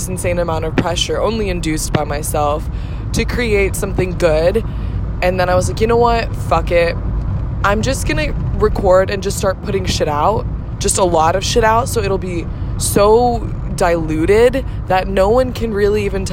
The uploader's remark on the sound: Records from the open road. TW: poor quality of audio due to recording on my phone.